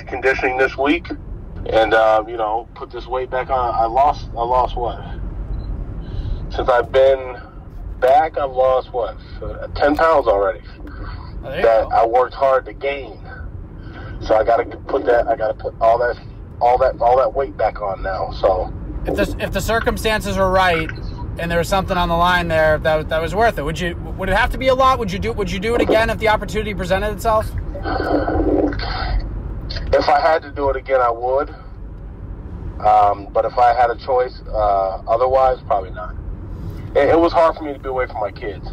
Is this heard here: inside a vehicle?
yes